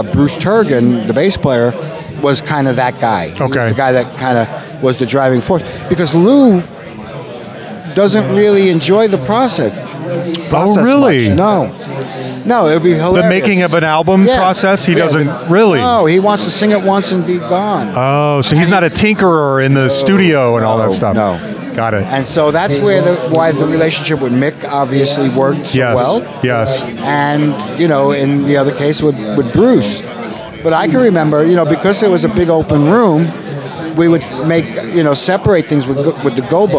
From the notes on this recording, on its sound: Live From the Nashville Rock n Pod Expo. He was kind enough to let us talk to him live at the Rock n Pod Expo.